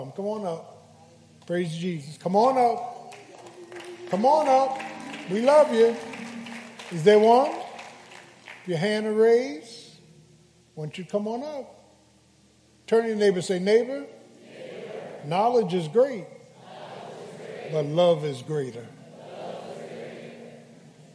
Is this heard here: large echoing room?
yes